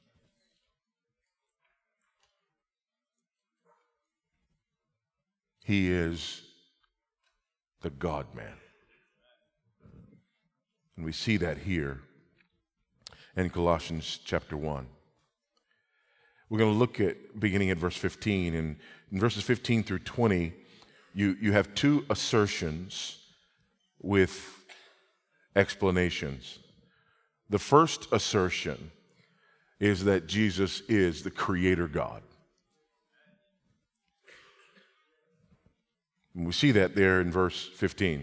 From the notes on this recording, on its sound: Biblical Anthropology" national conference in Southwest Florida.